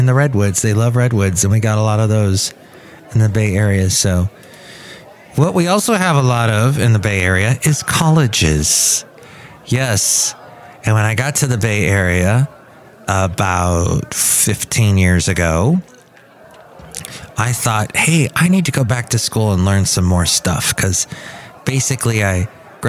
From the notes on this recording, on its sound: He podcasts live from Café Anyway.